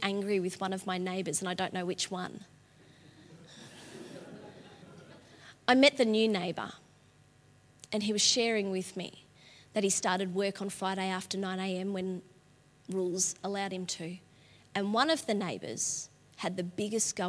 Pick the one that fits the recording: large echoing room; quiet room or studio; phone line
large echoing room